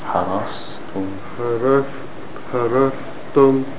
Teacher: Try to make the whistling sound صخير. Means the air, a little bit more air passing through.